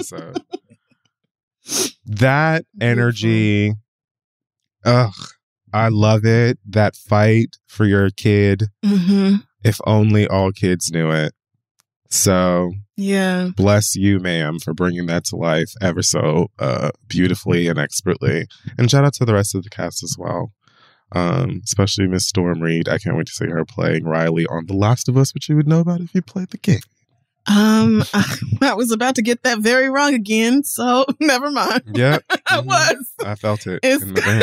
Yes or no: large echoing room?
no